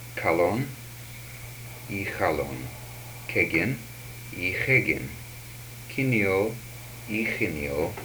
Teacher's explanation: These are stop and fricative velars.